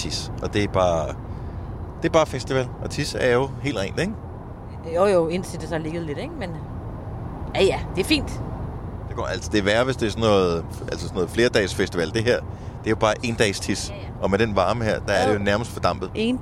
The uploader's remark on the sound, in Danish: Optaget i bilen på vej til Aalborg fra Aarhus.